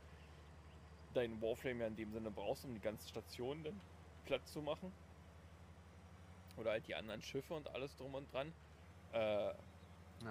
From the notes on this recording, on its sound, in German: Im Hintergrund wurde Farming Simulator gespielt, daher die coolen Sounds.